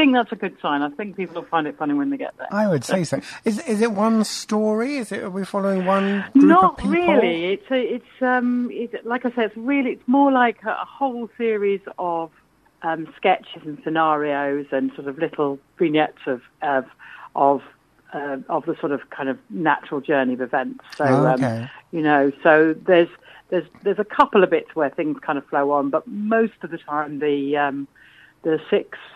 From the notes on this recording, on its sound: joined on the phone